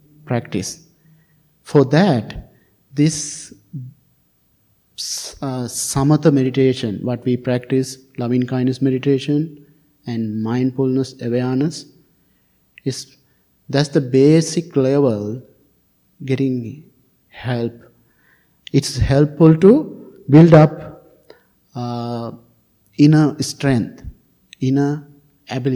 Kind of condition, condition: setting, large echoing room